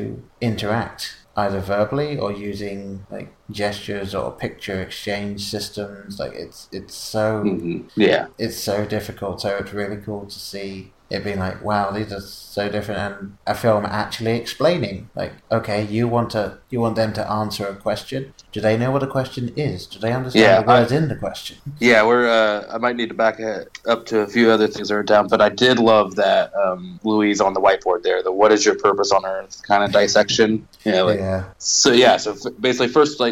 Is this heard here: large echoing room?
no